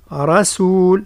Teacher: ثم الراء من رسول مفخمة والسين مرققة